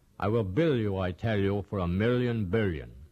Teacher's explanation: you use a very dark L, way back in the throat.